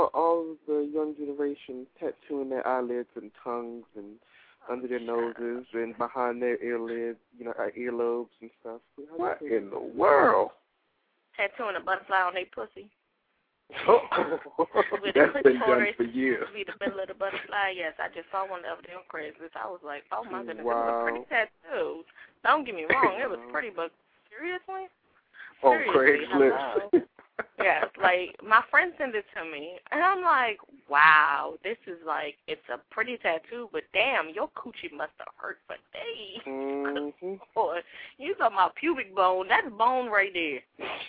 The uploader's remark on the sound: We had quite a few new callers call in.